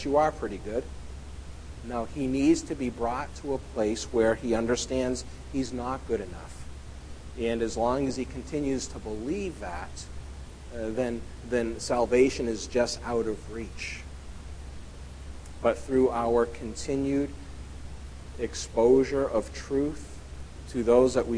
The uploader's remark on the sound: at The People’s Church of Somerville, NB